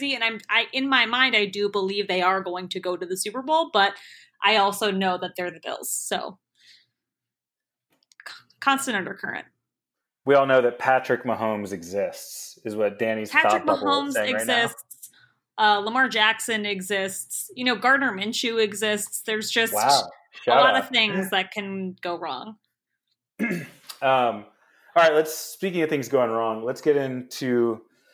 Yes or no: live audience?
no